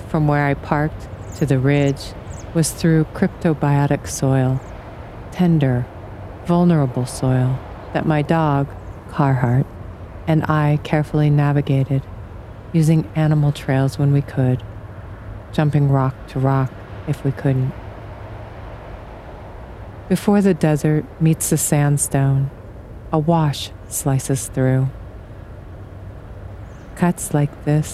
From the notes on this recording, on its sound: Outdoor audio recorded at Oregon Trail Ruts State Historic Site near Guernsey, Wyoming